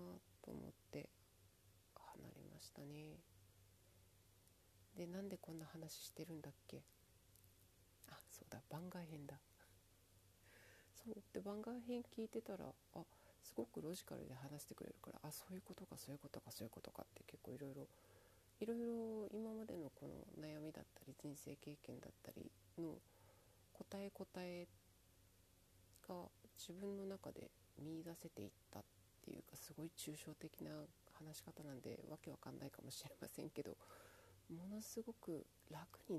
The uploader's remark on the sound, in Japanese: 音声かなり小さい